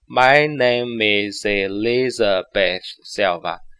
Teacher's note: 你看那个 S 发的是 z 的音 · Term: 连读